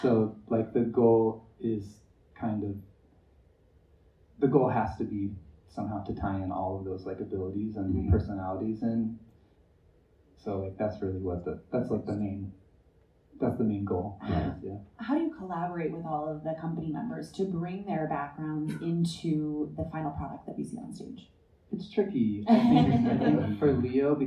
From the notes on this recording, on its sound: LIVE from the Vail Dance Festival. In a live recording of the ‘ Conversations On Dance ’ podcast. This episode was recorded live on July 31st, 2023 at the Manor Vail Lodge.